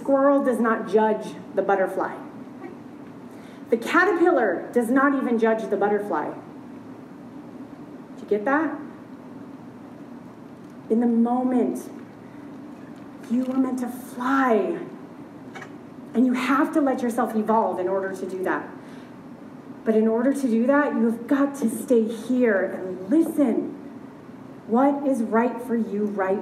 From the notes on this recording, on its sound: LIVE at She Podcasts Live. I was invited to be the Keynote Presenter at the very first ever She Podcasts Live Conference.